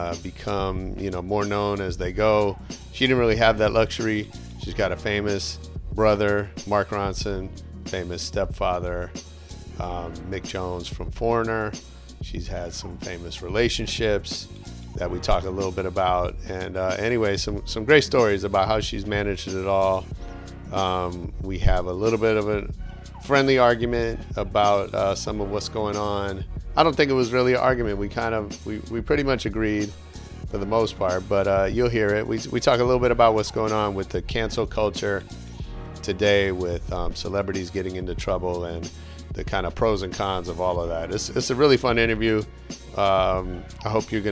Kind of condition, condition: setting, outdoors